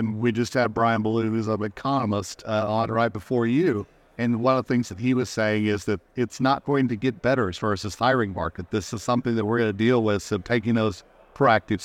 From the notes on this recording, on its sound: In this episode recorded at the recent Dental Trade Alliance meeting. Recorded at DTA.